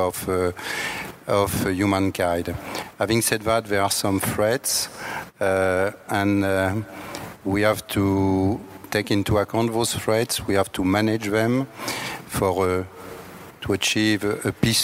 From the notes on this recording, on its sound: A special podcast from the International Astronautical Congress in Washington. We’ve edited the recording removing individual introductions to keep the podcast within a reasonable length.